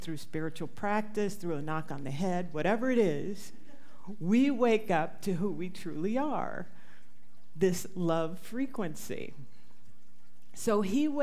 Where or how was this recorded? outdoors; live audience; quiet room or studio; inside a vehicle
live audience